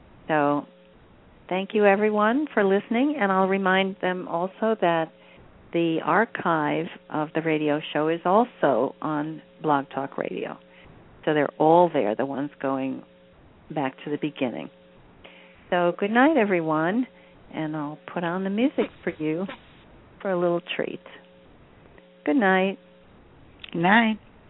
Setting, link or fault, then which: link, phone line